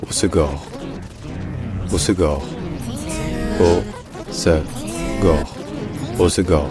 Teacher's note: Dans l'accent du sud-ouest, donc localement, on prononce ça en trois syllabes, on dit Osegor.